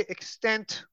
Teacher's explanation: when you say extent, that puts the emphasis on the second syllable